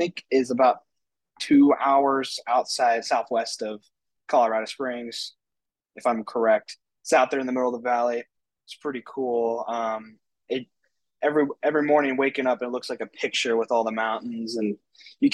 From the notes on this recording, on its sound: hop on a zoom call